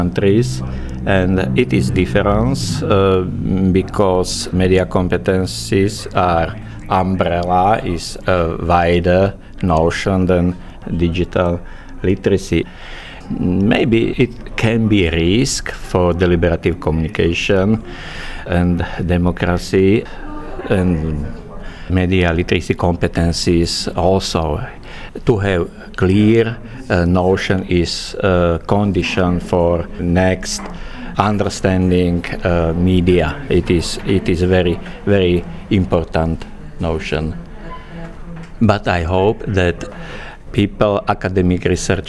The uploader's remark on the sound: Recorded at the consortium meeting in Bucharest, RO.